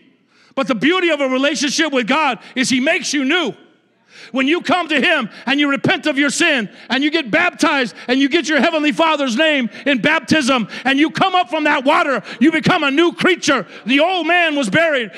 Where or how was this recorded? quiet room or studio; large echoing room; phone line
large echoing room